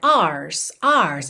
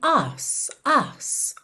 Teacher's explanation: Essa expressão, to dance your ass off, ass aqui é uma palavra do inglês britânico, que é A-R-S-E. Como eles não costumam enrolar o R, você não tem tanto aquela pronúncia ars, ars, e sim ass, ass · Shown in: second take